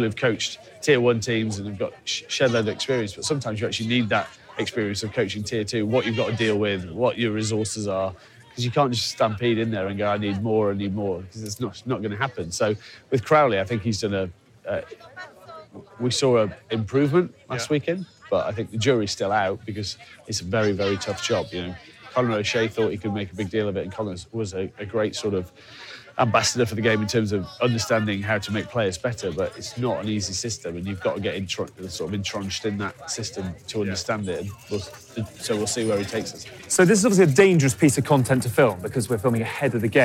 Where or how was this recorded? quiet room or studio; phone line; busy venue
busy venue